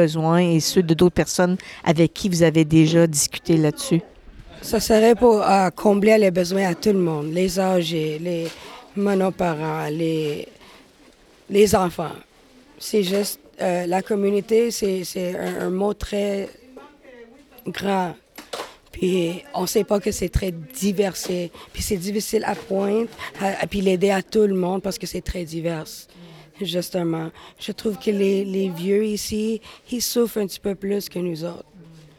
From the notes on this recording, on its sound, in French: Dans le quartier Duff-Court de Lachine. L’enregistrement de cet épisode s’est déroulé durant l’activité du dépannage alimentaire, le 8 mars 2023, dans le cadre de la Journée Internationale des femmes.